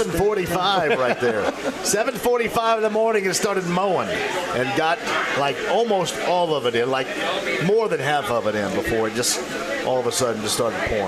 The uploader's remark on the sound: Live From The Rook.